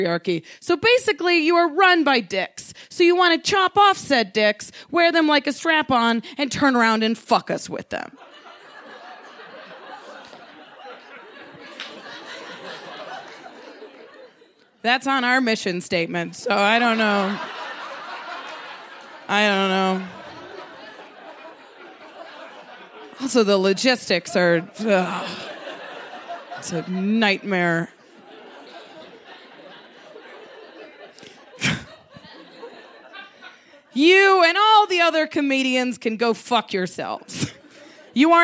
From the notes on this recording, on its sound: She told this story in front of a live audience at Buntport Theater.